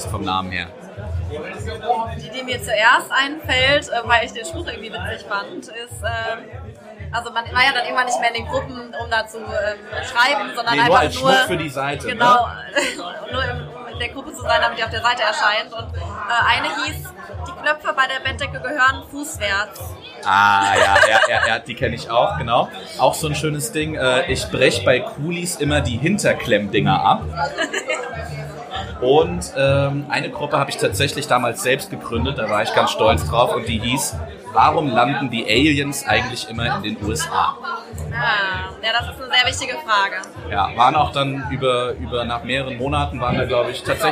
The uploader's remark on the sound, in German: In der großen Live-Show kurz vor Weihnachten